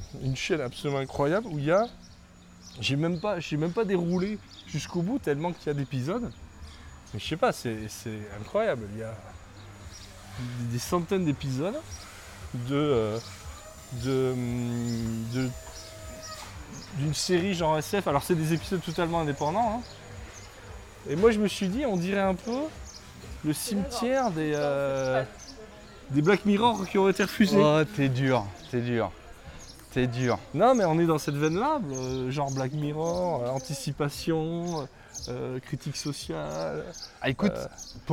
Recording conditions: outdoors